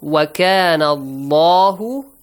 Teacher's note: Allah is pronounced with a heavy sound.